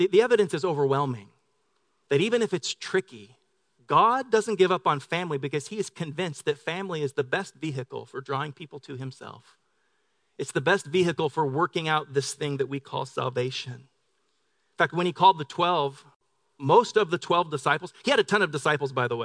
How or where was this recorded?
large echoing room